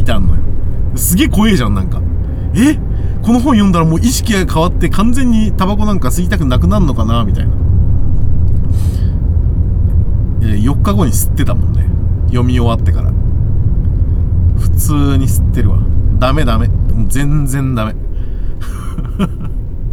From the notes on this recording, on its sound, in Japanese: ただ運転して、ただ話してるから。車の走行音と運転手の声を遠くに聞きながら、ぼんやりとまどろんでいただくことを目的にした音声です。